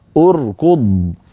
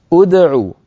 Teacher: أدع بدأنا بهمزة مضمومة لأن العين مضمومة